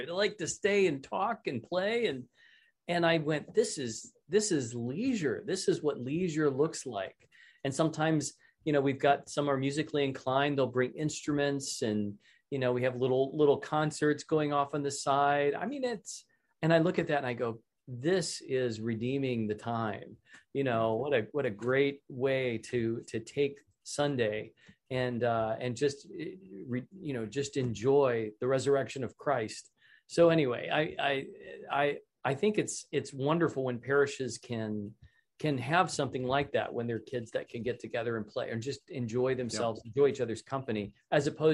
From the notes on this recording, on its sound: This is a recording of the ninth webinar in the Becoming Byzantine series